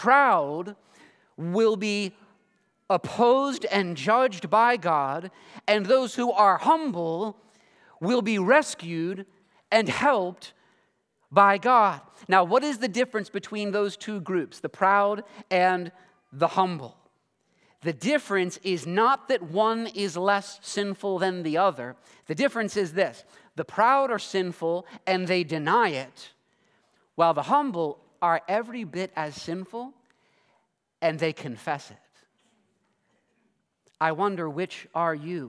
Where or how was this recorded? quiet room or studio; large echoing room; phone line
large echoing room